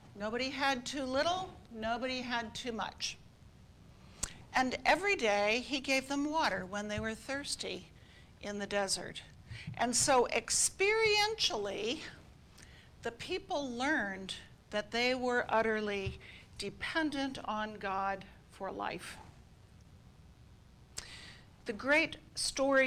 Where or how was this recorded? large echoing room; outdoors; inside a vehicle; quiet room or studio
large echoing room